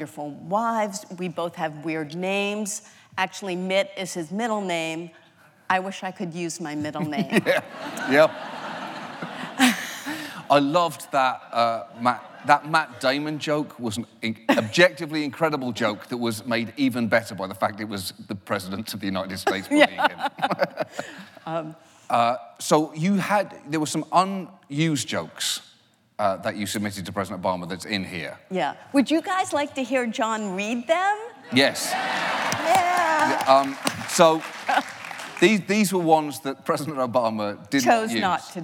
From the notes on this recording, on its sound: The conversation was recorded on March 20, 2018 in front of a live audience at New York's 92nd Street Y.